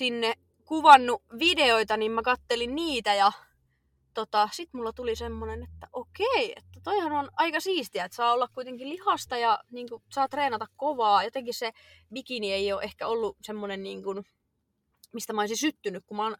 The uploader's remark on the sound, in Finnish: Ettei jaksosta spesiaali puutu on tämä äänitetty autossa.